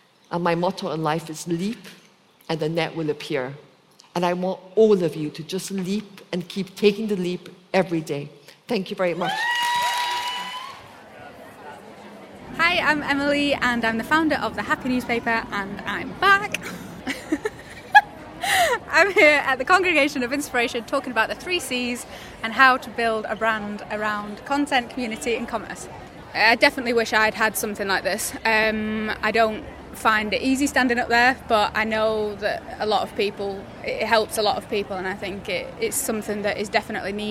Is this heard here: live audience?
yes